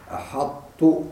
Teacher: تضغم الطاء في التاء ولكن مع الاحتفاظ بصفة الاستعلاء